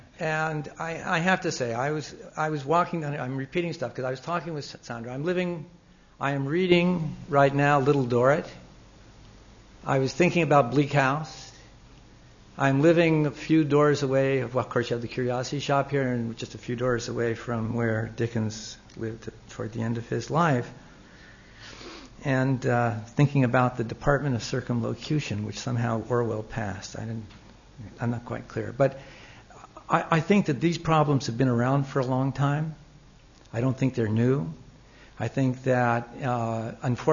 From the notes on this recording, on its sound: Recorded on 16 May 2007 at Old Theatre, Old Building